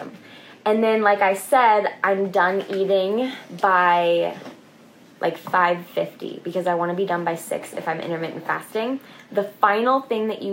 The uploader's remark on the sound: this episode is audio from an IG Live.